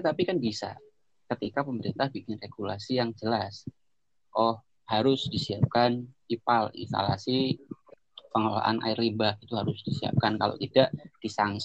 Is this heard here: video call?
yes